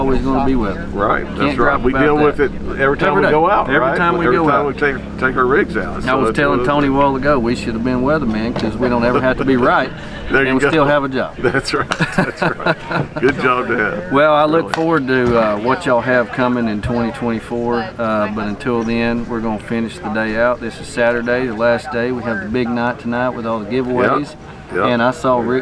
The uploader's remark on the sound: LIVE from the Side by Side at Rendezvous in the Ozarks 23